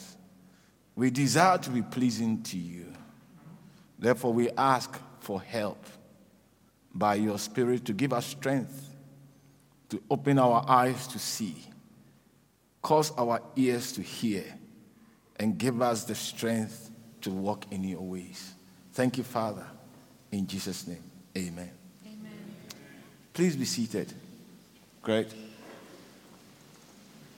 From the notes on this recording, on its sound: preached at the Living Waters Cathedral